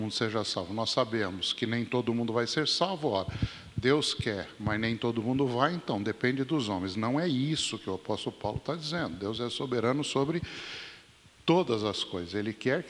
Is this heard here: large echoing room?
yes